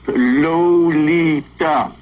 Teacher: The tip of the tongue taking a trip of three steps down the palate to tap it free on the teeth.